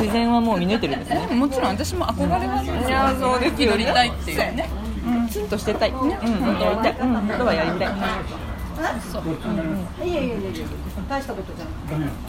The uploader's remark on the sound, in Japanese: 岐阜市内にあります小塩屋という定食屋にて、収録！ごはんをかきこみながらの収録！！！働いてるみなさまの活気と、うんまいごはんと最後はそろばんで計算。